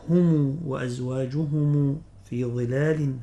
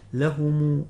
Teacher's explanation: في قوله تعالى: هم وأزواجهم في ظلال هكذا، لهم هكذا، ابن كثير يقرأها بصلة ميم الجمع، يقرأ بضم ميم الجمع يصلها إذا وصل الكلمة، ما إذا وقف عليها يقف بالإيه بالسكون.